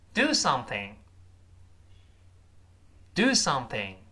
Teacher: do something 都重读。do 指最重的一个音了